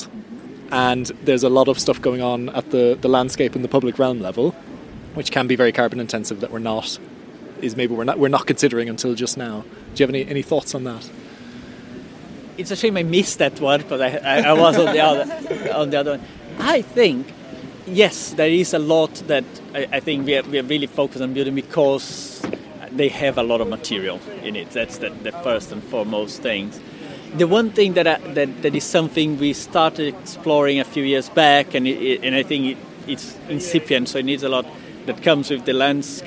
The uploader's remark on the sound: This episode was recorded at the Footprint+ Conference in Brighton. We recorded this with a single microphone sitting outside near to the beach so there is background noise.